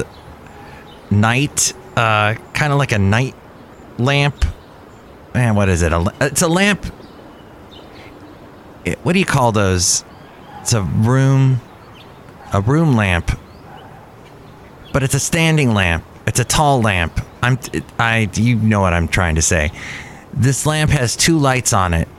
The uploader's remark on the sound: Podcasts live from Cafe Anyway.